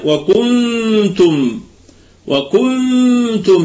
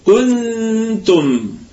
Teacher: يبقى هنقسم الكلمة إلى جزئين، نضم في الكاف ونبسط على النون، ونضم في التاء · Shown in: second take · Term: بسط الشفتين